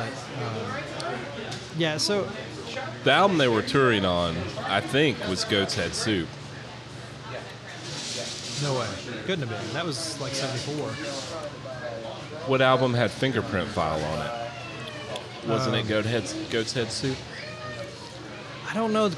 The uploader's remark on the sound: In this live episode recorded at White Squirel Brewery.